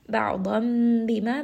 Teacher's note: we are going to change that noon sound into a meme sound. This is going to be iqlab.